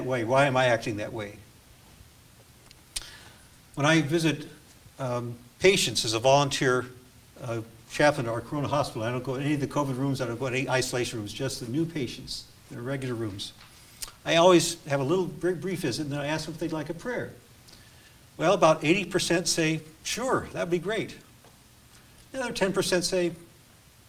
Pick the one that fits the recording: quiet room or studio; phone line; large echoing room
large echoing room